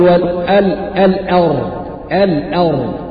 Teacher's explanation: أو مثلا كلمة والأرض ما فخمش الهمز، أقول والأرض الأرض، أرقق الهمز وأفخم الراء